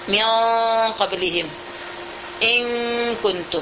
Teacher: Baik dia saghir, baik dia kabir, baik dia mutlak, tidak ada sama sekali dia itu akan diidghamkan. Paling-paling ada diikhfakan antara nun dengan qaf, antara nun dengan kaf.